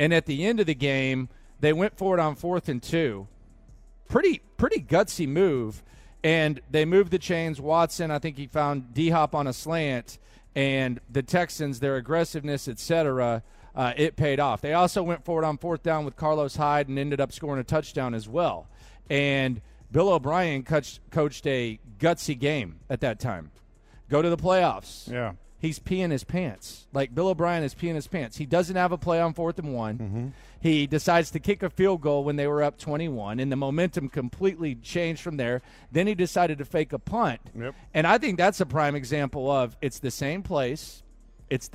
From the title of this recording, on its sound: Live At The Bear Bryant Awards